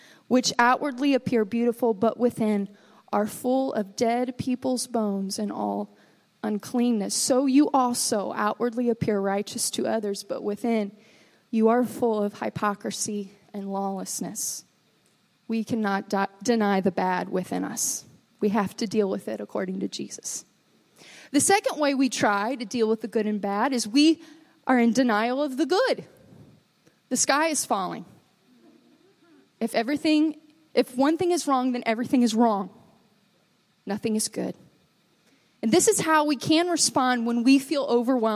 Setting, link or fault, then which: setting, large echoing room